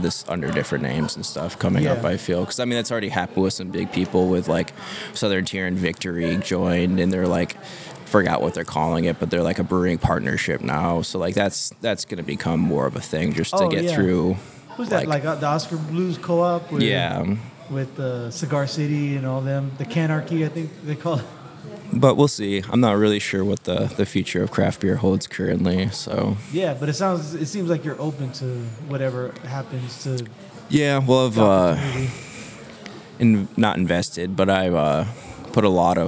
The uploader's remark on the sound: Recorded at Tap That Downtown, a self-serve beer bar in Downtown Phoenix.